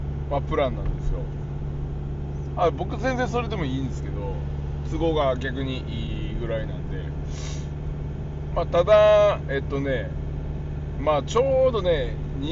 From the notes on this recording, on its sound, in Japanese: サーフィンに向かう道中で収録しました